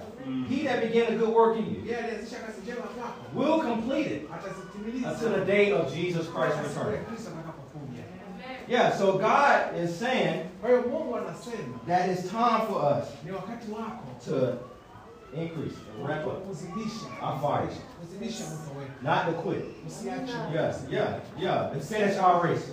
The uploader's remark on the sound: Listen to this message that I preached at a local church in Zanzibar.